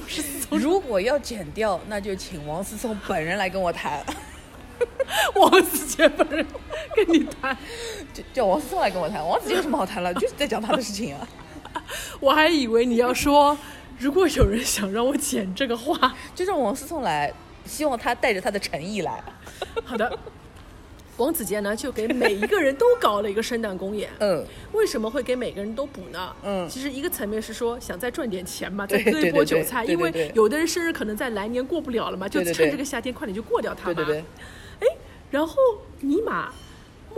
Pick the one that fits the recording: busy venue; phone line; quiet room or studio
busy venue